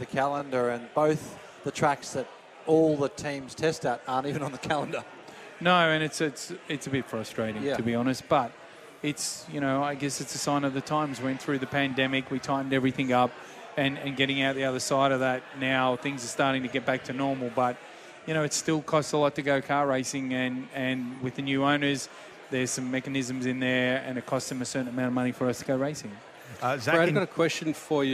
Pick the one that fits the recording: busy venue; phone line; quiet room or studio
busy venue